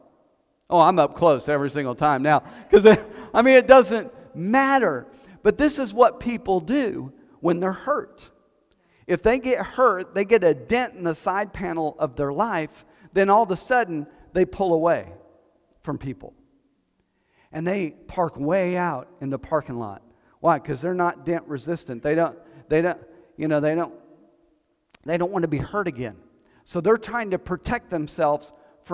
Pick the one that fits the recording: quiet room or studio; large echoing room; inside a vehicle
large echoing room